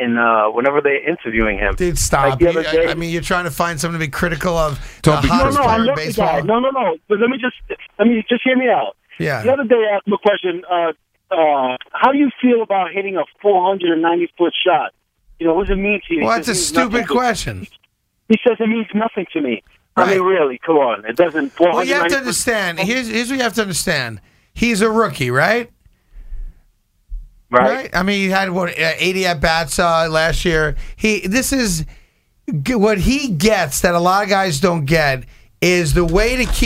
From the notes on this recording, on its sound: Because of this, the show received a couple phone calls from some familiar voices.